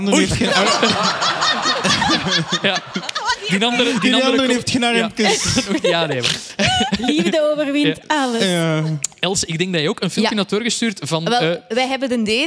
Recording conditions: live audience